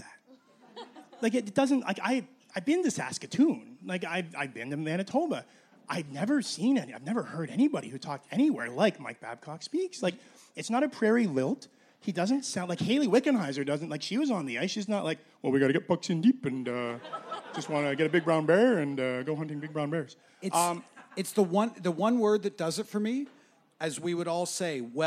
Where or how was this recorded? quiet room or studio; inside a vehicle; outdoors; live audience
live audience